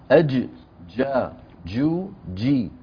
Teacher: الرجيم أج من وسط اللسان قوية · Term: حرف انفجاري